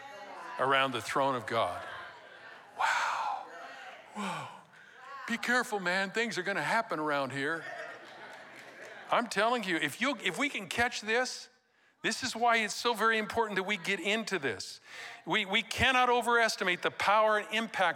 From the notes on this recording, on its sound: Recorded live at Capital Church in Meridian, Idaho